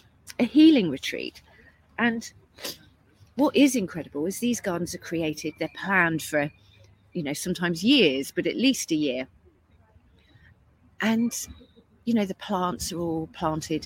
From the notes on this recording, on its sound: Recorded this podcast LIVE during her week at Chelsea Flower Show with her client The Newt in Somerset.